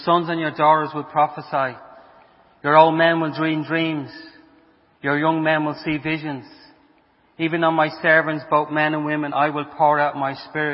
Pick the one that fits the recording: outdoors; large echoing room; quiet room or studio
large echoing room